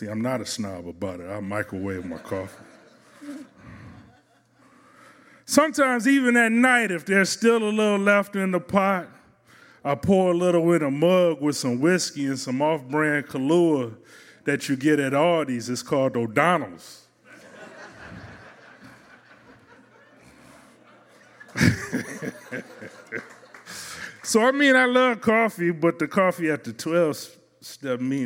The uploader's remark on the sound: CHIRP Radio’s Live Lit and Music series, ‘The First Time’, is unlike any storytelling show in Chicago. This unique structure allows the story to resonate with audience members as they experience the accompanying song covered by our house band, live at Martyrs in Chicago's North Center neighborhood.